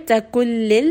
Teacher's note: Noon sakin is not going to be audible at all. Make sure that you are going straight into the lam. · Term: idgham without ghunna